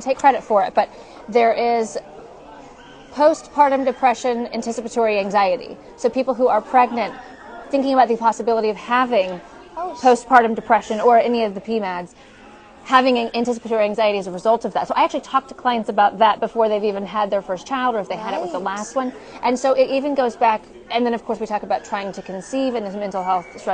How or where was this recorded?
live audience